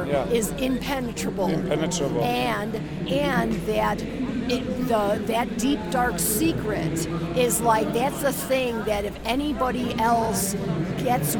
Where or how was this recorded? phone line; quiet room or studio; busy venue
busy venue